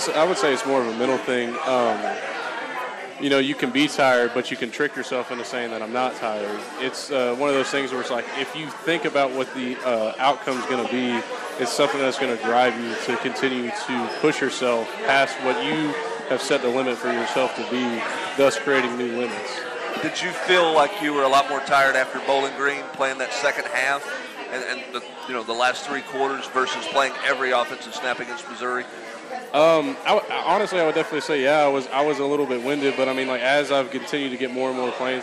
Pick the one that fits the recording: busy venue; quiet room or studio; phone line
busy venue